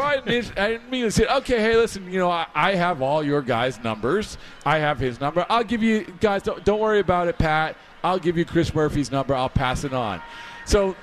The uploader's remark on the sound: On the WEEI airwaves live from the Mass Mutual Center at the 2024 Red Sox Winter Weekend.